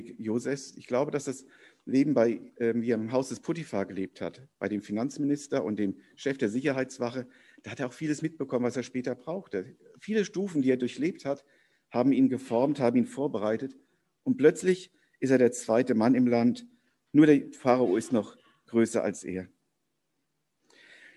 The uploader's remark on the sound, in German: Predigt im Rahmen eines von der Jugend gestalteten Gottesdienstes